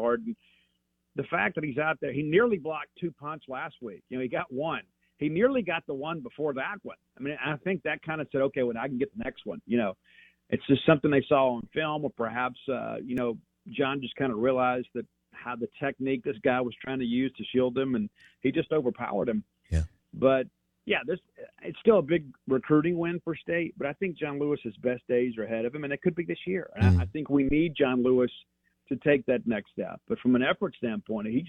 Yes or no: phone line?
yes